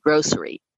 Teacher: not being aware in your own speech that you insert an SH sound in the word grocery